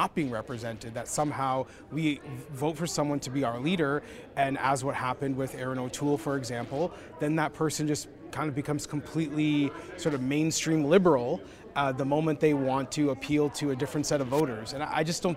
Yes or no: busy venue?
yes